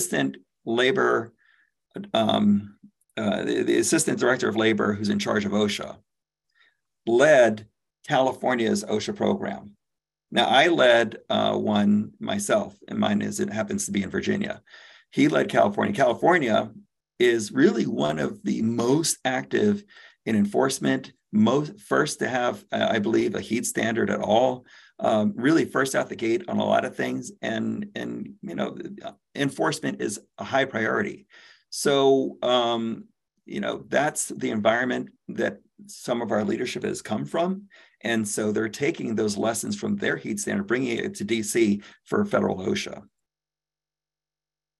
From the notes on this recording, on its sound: You are listening to audio from a webinar in the Safety+Health Webinar Series. By Alert Media.